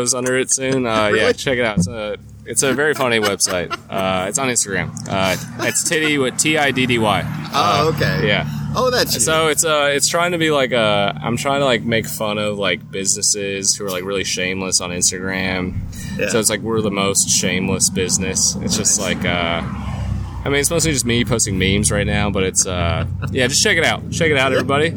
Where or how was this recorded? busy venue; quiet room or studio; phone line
busy venue